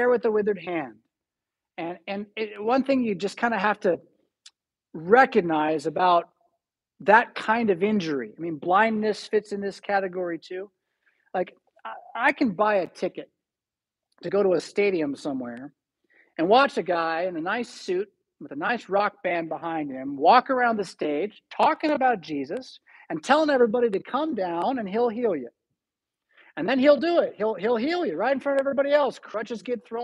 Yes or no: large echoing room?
yes